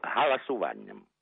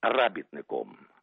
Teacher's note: повальне акання, коли голосування стає без жодної іронії галасуванням